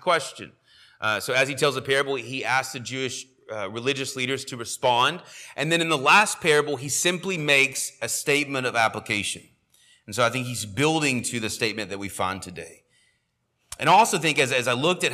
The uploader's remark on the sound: sermon audio from our morning service